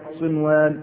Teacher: إذا كانت النون الساكنة مع الياء ومع الواو وفي كلمة واحدة فلا خلاف في إظهارها